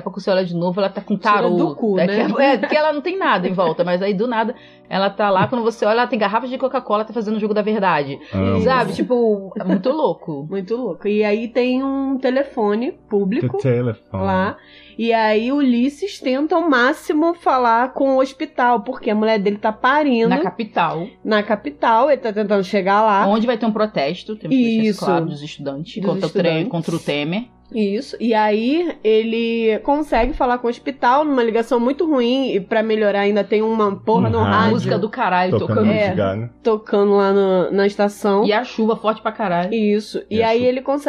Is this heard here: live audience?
no